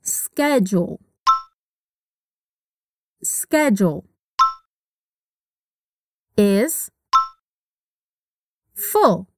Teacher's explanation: o D da palavra schedule tem um som bem diferente, parece quase um J.